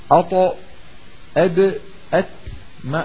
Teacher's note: اللسان لا يلامس الأسنان العليا · Term: نطعية